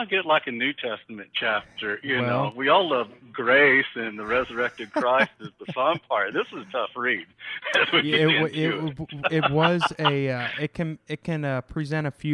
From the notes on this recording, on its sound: This episode was recorded during the Covid-19 quarantine. Sound quality may vary because conversations with our guests are taking place over the phone.